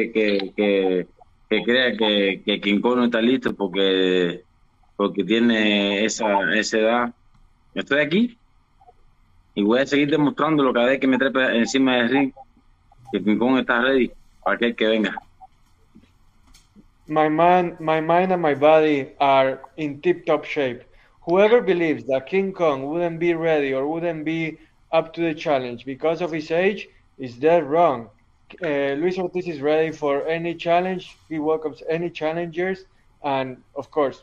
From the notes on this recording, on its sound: virtual press conference